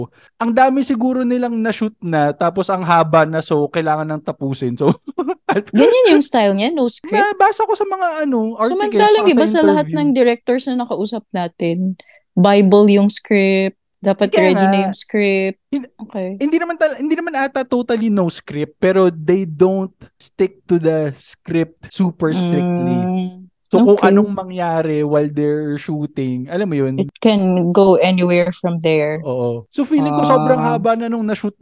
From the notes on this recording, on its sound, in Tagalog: Zoom-Zoom muna ulit kami.